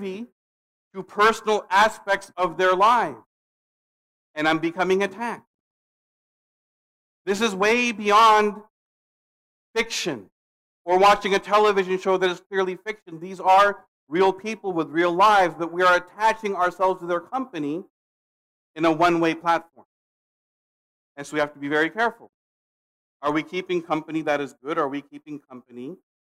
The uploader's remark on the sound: Khutbah delivered June 17, 2022 at Muslim Association of Pudget Sound in Redmond, WA.